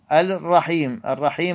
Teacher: الراء هنا مشددة، ما تقرأ رحيم